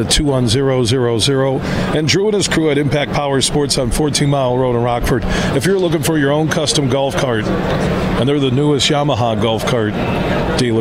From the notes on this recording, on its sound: Today we're broadcasting live from the Ultimate Fishing Show Detroit